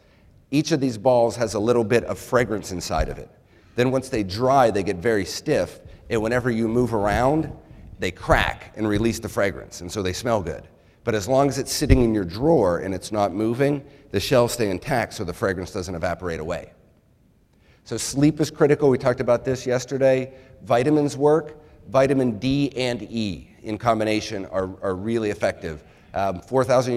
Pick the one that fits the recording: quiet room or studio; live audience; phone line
live audience